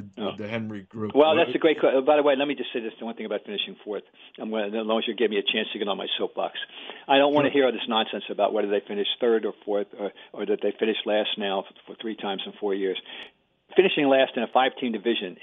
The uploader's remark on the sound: Calls in Live.